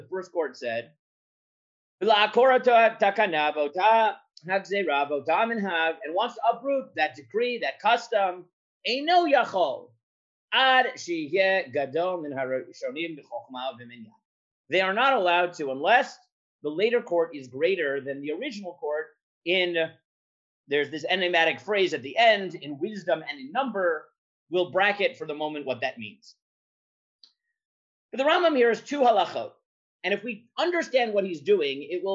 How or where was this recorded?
video call